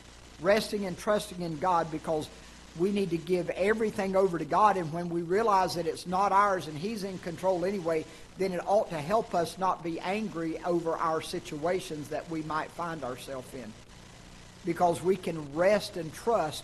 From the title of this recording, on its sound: Ketha Heights Baptist Church ~ Live Broadcast